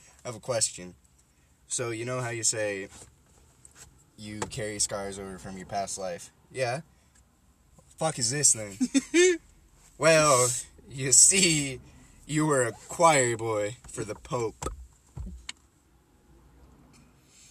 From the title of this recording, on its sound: in the car talking